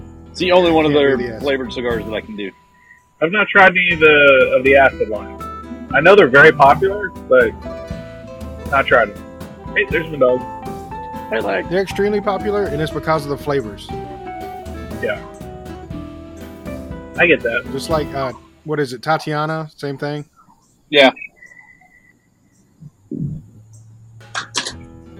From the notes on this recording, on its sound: Back Porch Lounge Show. Please forgive the camera and sound issues, we are working them out.